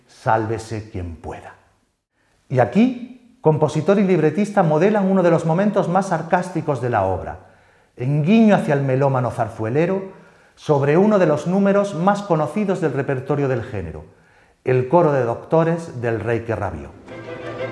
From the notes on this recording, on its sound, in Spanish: La conferencia fue grabada en el Teatro de la Zarzuela en noviembre de 2022.